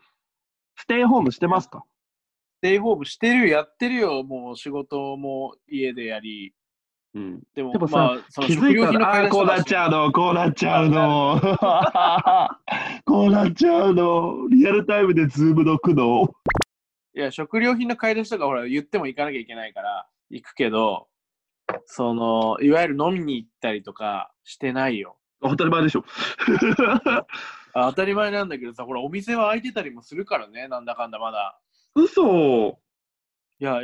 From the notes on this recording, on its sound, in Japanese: オンライン収録に挑戦！オンライン収録を実施！